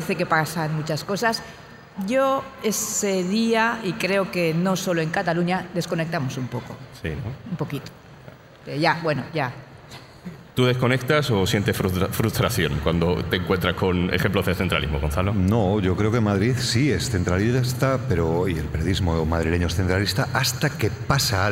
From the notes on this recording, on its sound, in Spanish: Episodio especial grabado en directo en el Festival de las Ideas y la Cultura celebrado en A Coruña.